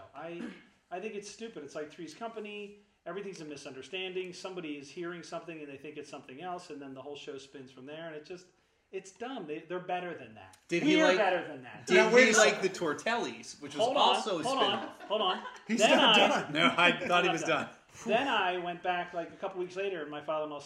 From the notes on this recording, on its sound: LIVE episode featuring TWO stories! We lost power moments before recording this episode, so the sound quality might be a little different than you're used to. Also, both the performers and audience are sitting in a dark theater lit only by cell phone light .